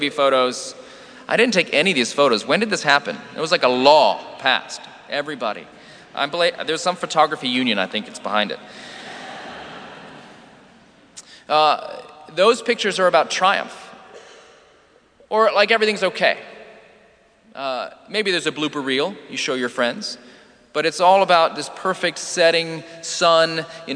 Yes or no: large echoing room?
yes